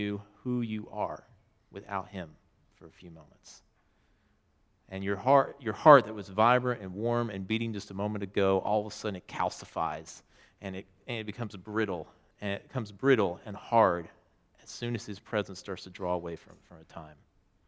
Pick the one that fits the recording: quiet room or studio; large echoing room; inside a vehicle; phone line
large echoing room